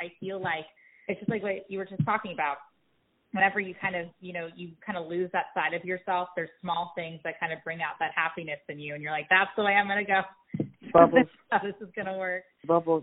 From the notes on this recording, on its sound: joins the podcast via phone